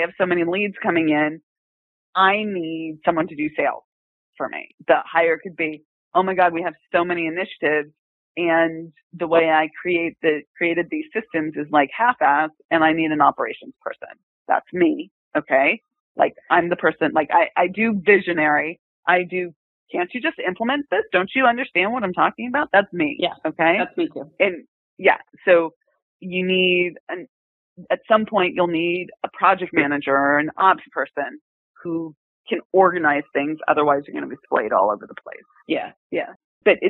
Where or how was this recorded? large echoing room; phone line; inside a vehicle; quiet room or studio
phone line